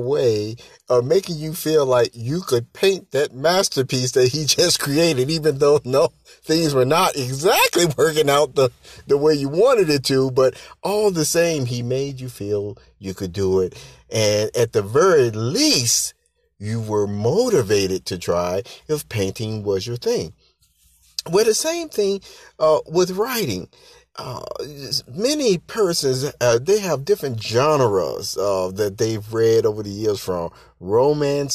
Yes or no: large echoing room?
no